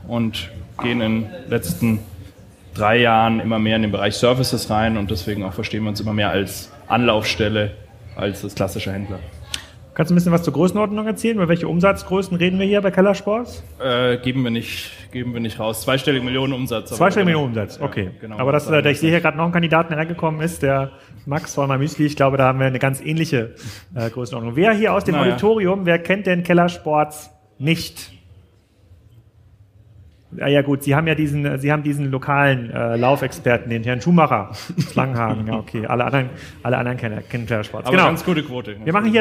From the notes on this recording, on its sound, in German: Live Podcast aus Zürich